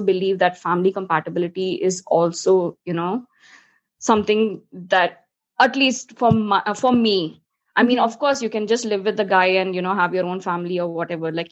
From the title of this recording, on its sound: Virtually recorded